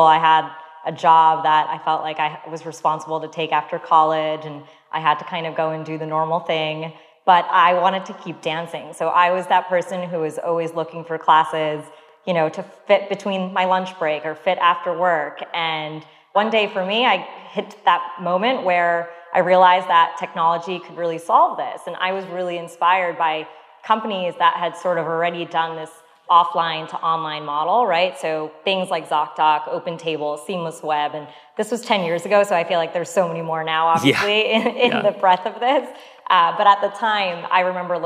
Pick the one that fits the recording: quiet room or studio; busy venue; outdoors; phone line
busy venue